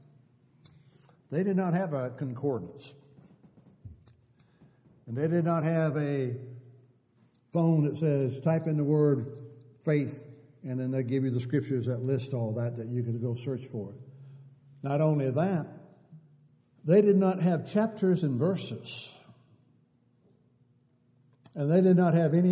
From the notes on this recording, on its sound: Downtown Church Of Christ Audio Sermon